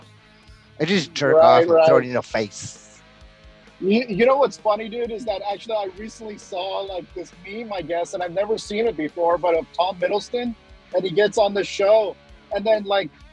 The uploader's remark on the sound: gives us a break down while driving north on the road